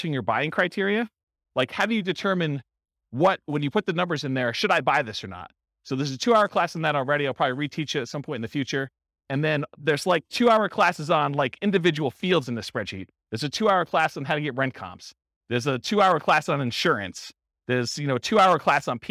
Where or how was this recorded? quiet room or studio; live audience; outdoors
live audience